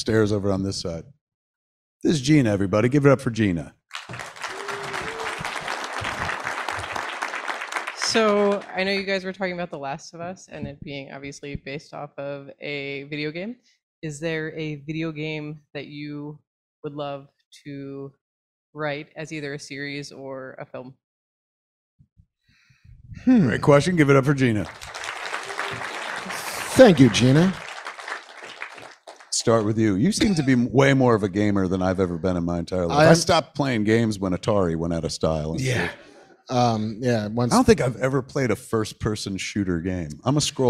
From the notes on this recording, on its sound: LIVE from NJ! A live Fat Man Beyond from the Smodcastle Cinemas in Atlantic Highlands, NJ.